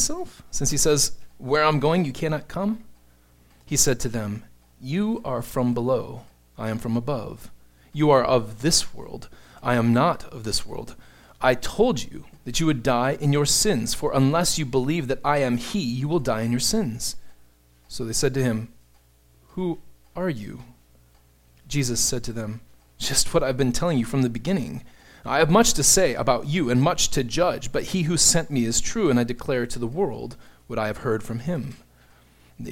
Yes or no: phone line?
no